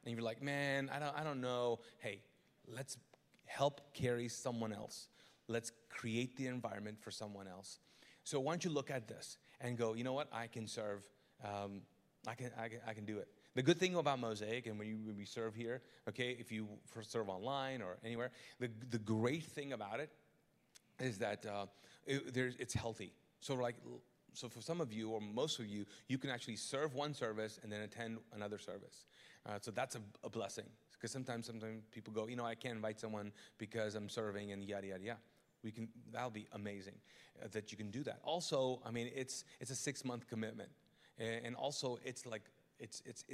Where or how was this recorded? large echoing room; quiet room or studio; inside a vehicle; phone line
large echoing room